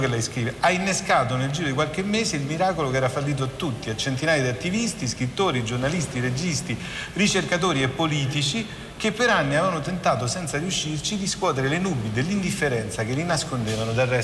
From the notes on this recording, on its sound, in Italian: Registrato domenica scorsa al Festival della lingua italiana di Lecco. Speciale dal Festival della lingua italiana di Lecco. Registrato domenica scorsa al Festival della lingua italiana di Lecco.